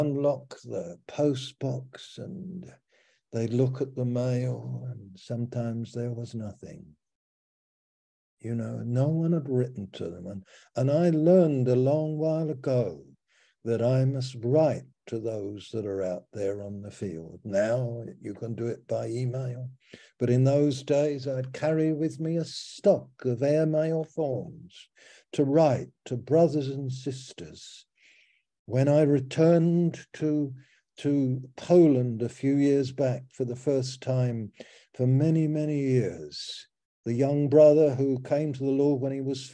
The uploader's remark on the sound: Malaysia Meets (Zoom)